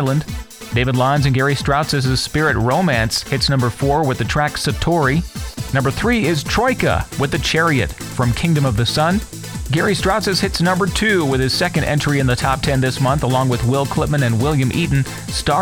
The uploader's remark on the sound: Ran into some serious problems with the audio quality of the phone interview in this episode